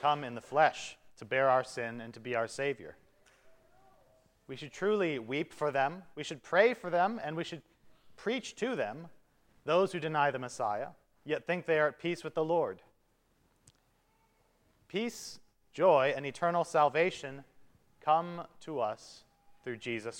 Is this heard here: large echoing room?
yes